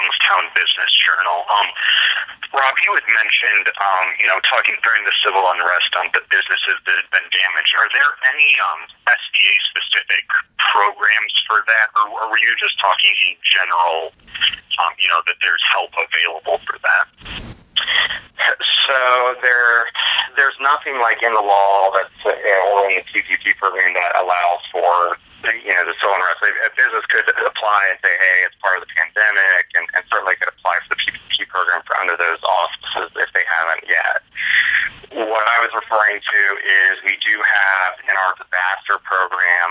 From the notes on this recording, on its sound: Hosted a media call. Were joined by media from the three states via phone.